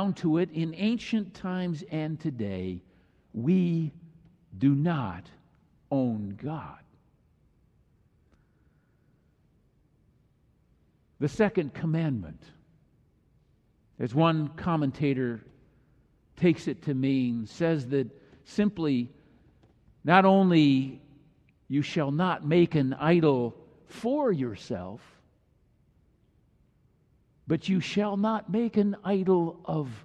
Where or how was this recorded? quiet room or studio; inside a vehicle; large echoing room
large echoing room